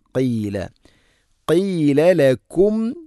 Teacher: ഖാഫ് ചെറുനാക്കിൻ്റെ ഭാഗമാണ് മഖ്റജ്.